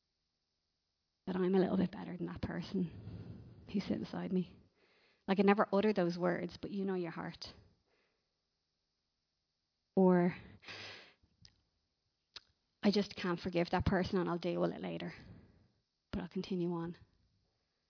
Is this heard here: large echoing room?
yes